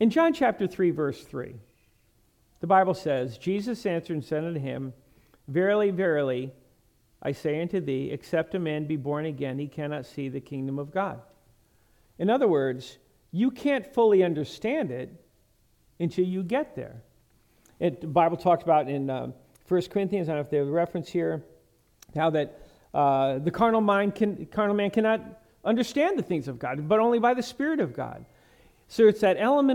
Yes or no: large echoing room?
yes